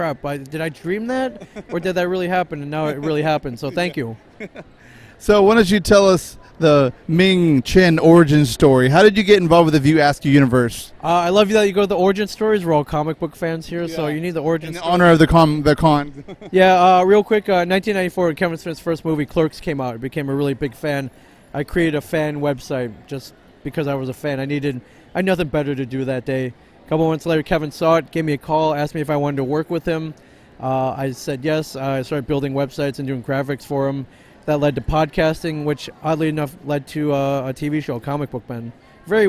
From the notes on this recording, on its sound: Recorded in 2017 at Rose City Comic Con in Portland Oregon